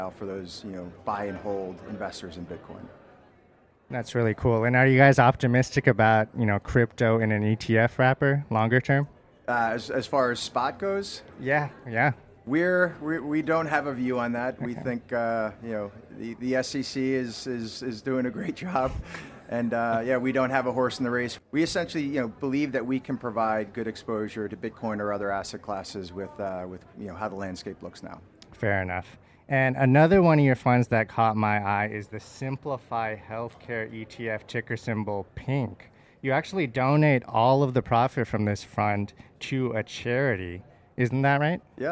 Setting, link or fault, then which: setting, busy venue